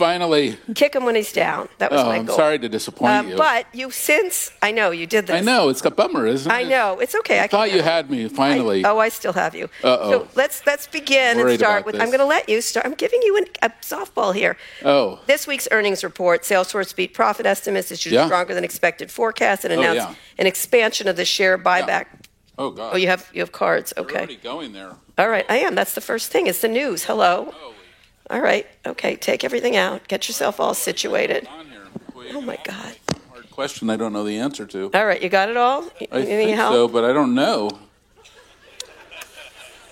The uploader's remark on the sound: Recorded at the Upfront Summit on March 2, 2023.